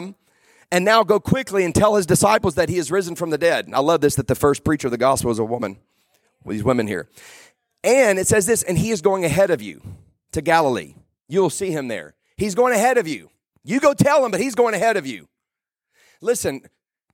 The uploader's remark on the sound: Today I preached a message at our church